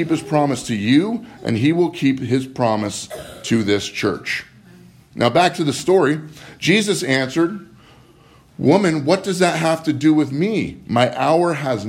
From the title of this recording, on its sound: Live from Living Word